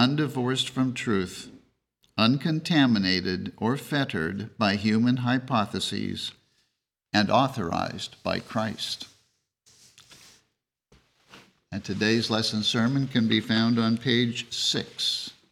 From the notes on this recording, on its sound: The Sunday service audio